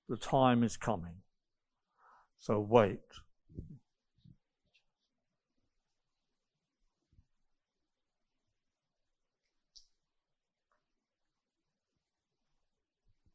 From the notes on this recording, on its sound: Recorded 6th June 2021 at Raunds Saxon Hall ( limited space, whilst under lockdown).